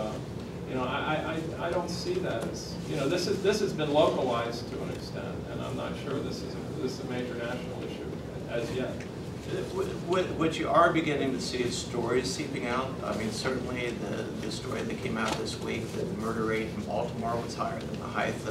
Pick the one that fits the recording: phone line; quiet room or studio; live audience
live audience